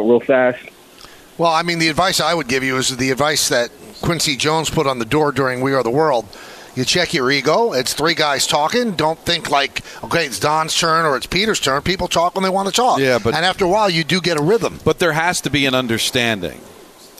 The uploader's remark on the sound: The show is live from UBS Arena